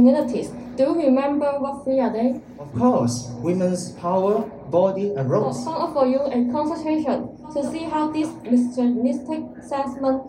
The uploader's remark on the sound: LIVE LIHKG at Campus.